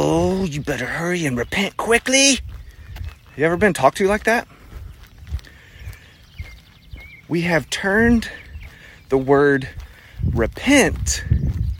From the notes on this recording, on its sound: Instagram Live Rebroadcast 6-10-21